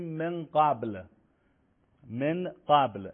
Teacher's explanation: یعنی نون مخفی میشه، نون حذف نمیشه اما مخفی میشه. نون ساکن یا تنوین نزد بقیه حروف غیر موارد اظهار و ادغام و اغلاب اخفا میشه.